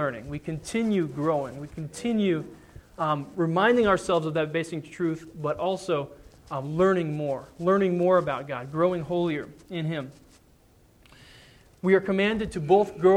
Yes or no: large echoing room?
yes